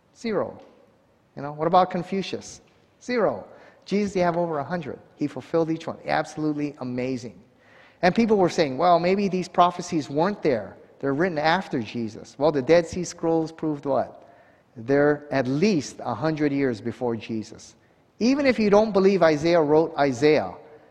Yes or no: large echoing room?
yes